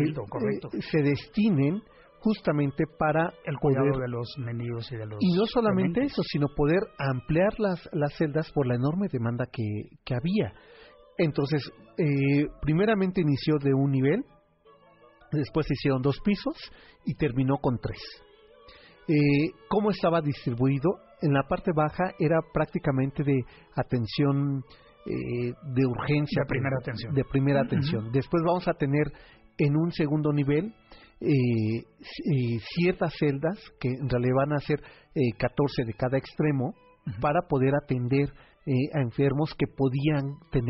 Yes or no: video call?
no